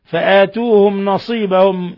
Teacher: ميم ساكنة جاء بعدها النون إظهار شفوي.